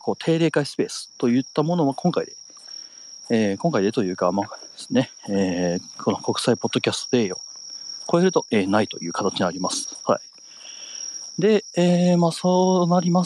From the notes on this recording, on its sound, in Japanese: 若干咳き込みながら地元をぶらぶらと歩きながら配信します